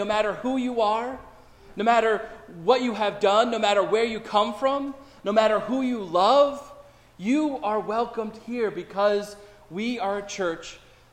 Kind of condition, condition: setting, large echoing room